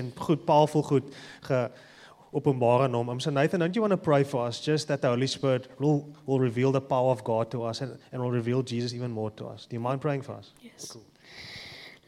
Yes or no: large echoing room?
yes